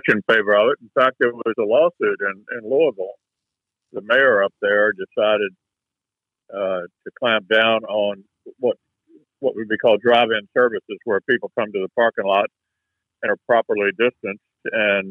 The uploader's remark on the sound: via phone